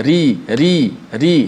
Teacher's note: ra yang baris di bawah bila dilafazkan ra itu ha, automatik ra itu dibaca dengan nipis